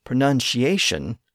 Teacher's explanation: Originally, it was pronounced more like pronunciation, but it had two consonants which changed through the process I described. The C in the middle and the T near the end both shifted to an SH sound.